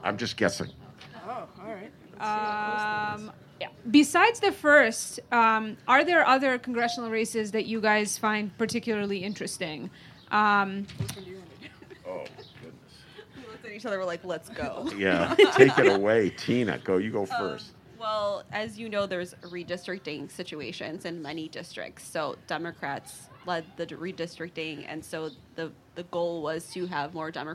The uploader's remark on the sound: Live At The Hideout